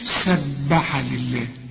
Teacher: سبح، إنما سبح لله، إلا مكسورة، فلفظ الجلالة هنا مرقق